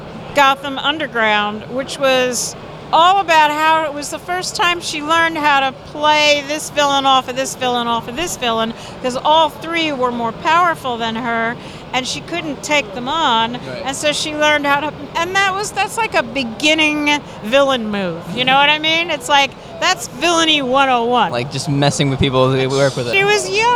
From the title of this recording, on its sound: Interview at East Coast Comic Con 2017